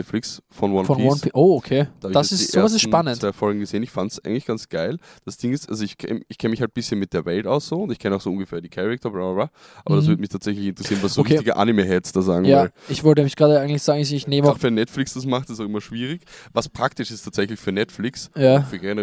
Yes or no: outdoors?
yes